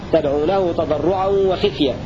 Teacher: روى شعبة بكسر الخاء في لفظ تدعو له تضرعا وخفية